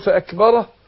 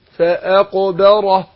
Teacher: ان القاف حرف مفخم، حرف مستعلي مفخم · Shown in: second take